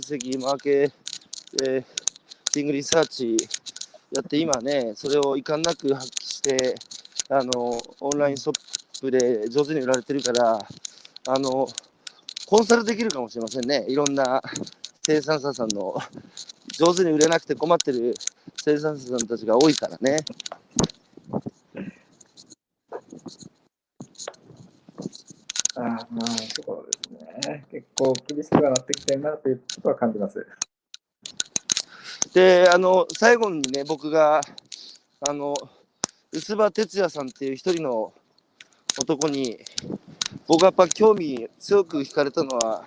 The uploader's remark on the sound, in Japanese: 歩きながら1時間、対談する